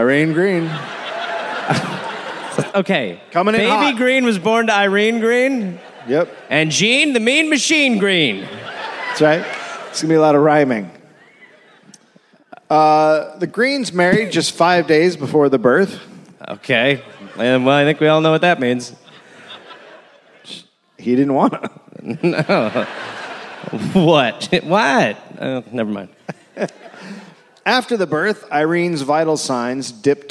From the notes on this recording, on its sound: Live in Cleveland.